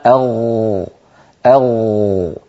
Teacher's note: نجد بأن يدنا ترتجف لأن تحتها وترين يهتزان